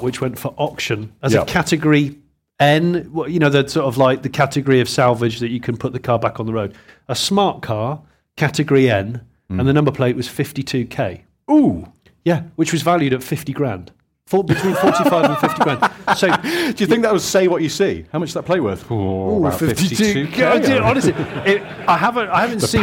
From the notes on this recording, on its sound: Live from Stellantis. Record in front of an audience at Stellantis HQ in Coventry. Big up the Stellantis crew for hosting us.